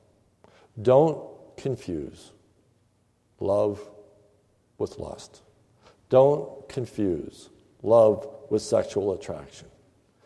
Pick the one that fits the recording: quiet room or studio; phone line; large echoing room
large echoing room